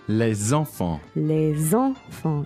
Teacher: Normally the S is silent, but when it comes with the noun that has a vowel, yep, you have to pronounce it. · Term: liaison